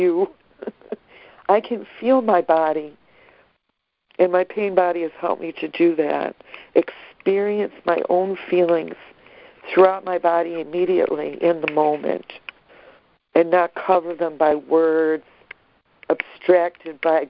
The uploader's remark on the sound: ACIM Daily Conference Call.